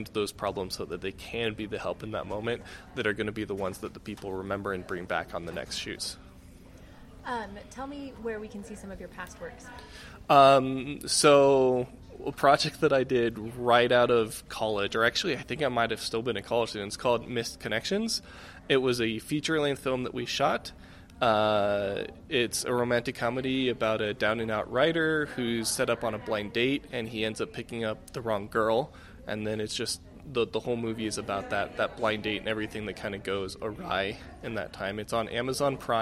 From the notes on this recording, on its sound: This scrapisode is clipped from my “on the street” interviews at the 2019 Utah film festival.